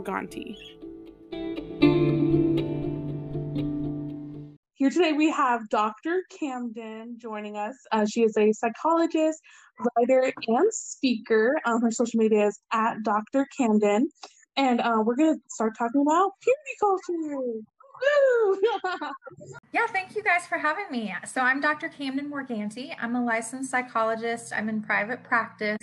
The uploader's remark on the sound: Due to the long-distance nature of this call, the audio recording reflects some connectivity & sound difficulties.